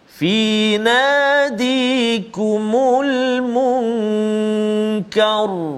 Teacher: dia sebab kita waqaf maka kita lihat huruf sebelumnya iaitu lah huruf kaf berbaris a atas fathah maka ra tu dia bunyi tebal